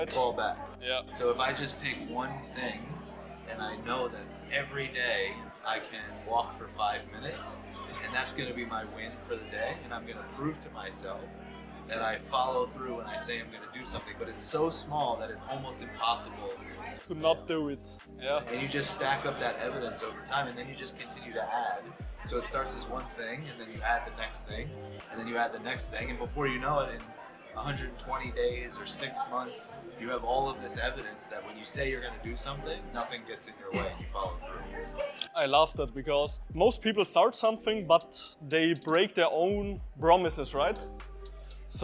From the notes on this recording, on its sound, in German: Leider ist ein Mikro kaputt gegangen, trotz der schlechten Audio Qualität will ich euch diese wichtige Episode präsentieren.